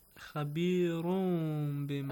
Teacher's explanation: You kind of hide the sound of تنوين. Actually change it to ميم. Yes. And hide the sound of ميم also.